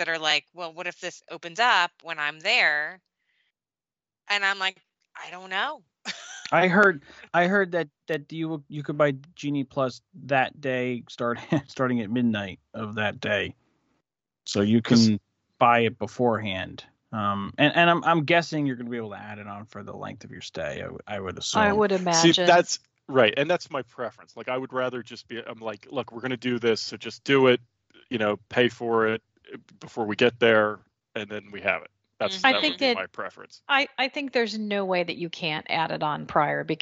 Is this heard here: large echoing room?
no